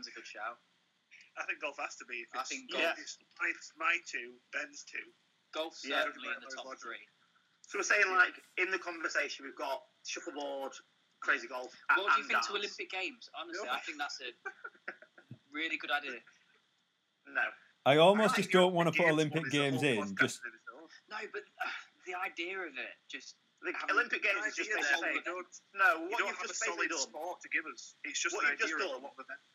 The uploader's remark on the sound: Because we're in quarantine we've had to do it over a phone link!